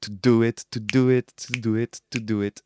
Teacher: l'accent il est sur le do